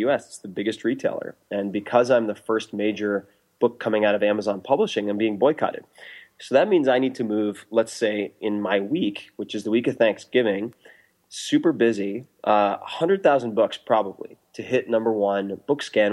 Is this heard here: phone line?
no